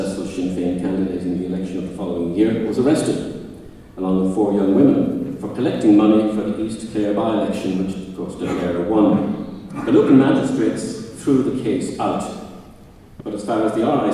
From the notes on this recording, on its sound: In Tipperary, for a series of lectures at the Soloheadbeg Symposium.